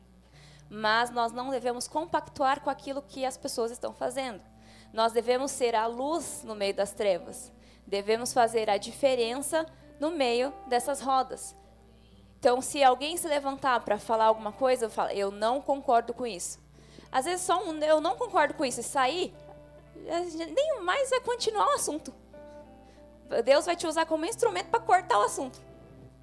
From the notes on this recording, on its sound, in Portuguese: AO VIVO.